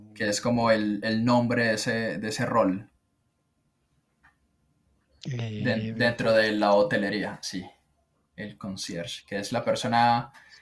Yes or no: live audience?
no